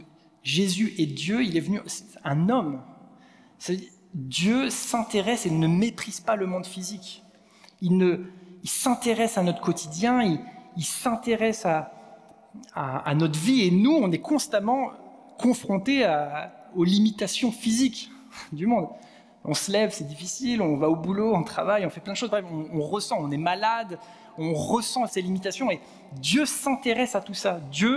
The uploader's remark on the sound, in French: Enregistré à l'église CVV, le 06/11/2022